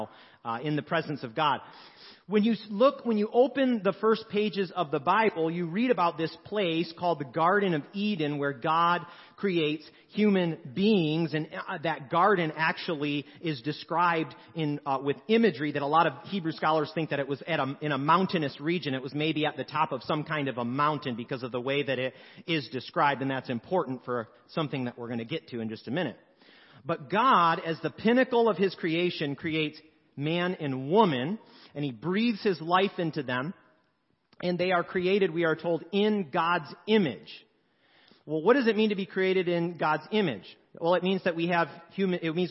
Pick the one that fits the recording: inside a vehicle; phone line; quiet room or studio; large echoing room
large echoing room